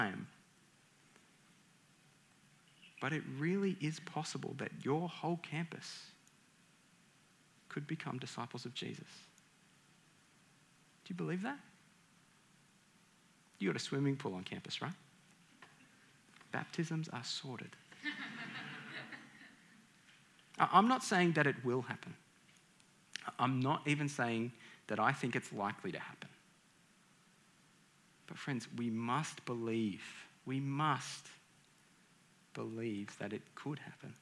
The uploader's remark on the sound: This talk is from the Compelled Conference at the start of 2022.